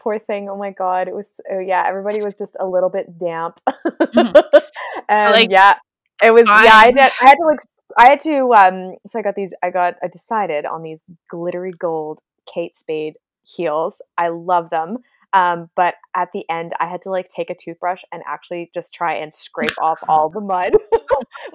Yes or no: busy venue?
no